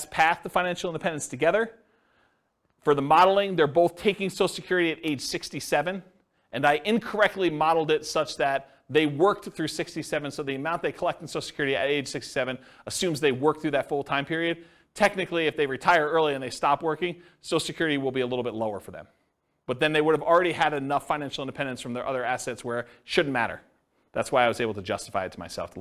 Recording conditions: live audience